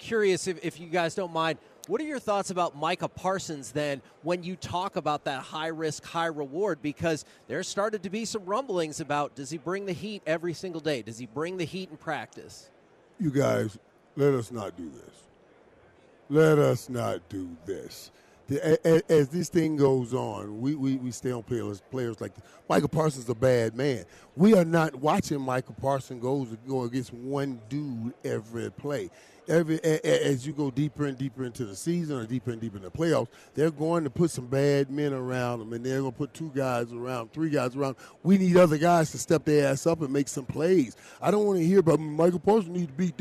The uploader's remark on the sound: LIVE from Radio Row in Las Vegas!